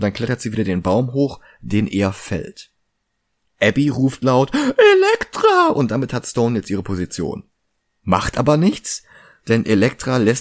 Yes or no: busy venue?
no